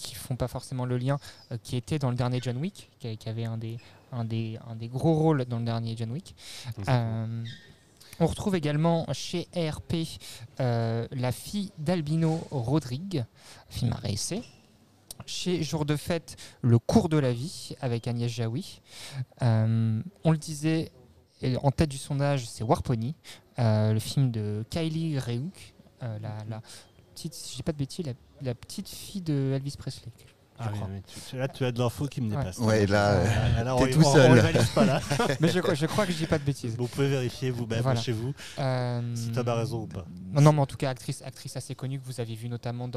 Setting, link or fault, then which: setting, busy venue